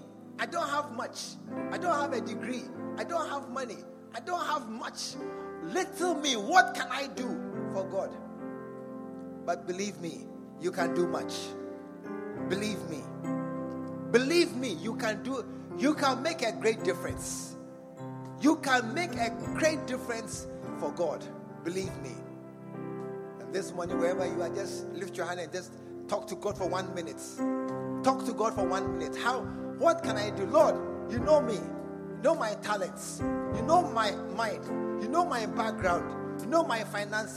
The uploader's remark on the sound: Preached at the True Vine Cathedral